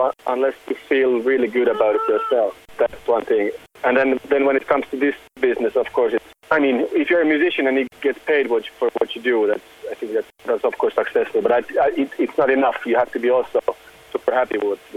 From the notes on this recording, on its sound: The audio at times is a little hard to decipher due to the phone line.